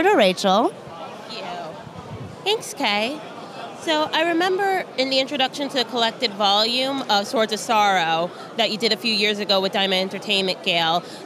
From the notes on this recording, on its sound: at New York Comic Con NYCC 2017!